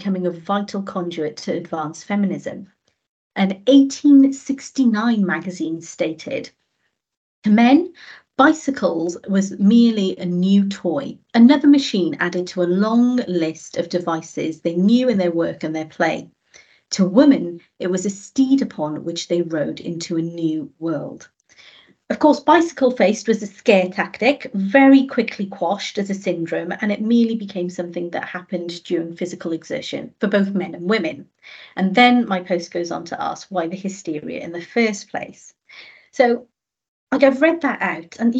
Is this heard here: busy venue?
no